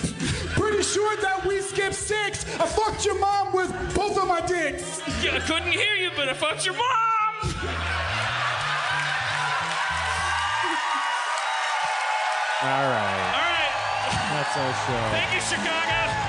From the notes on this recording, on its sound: LIVE from the Chicago Improv Festival 2017. Joins the Chicago Improv Festival.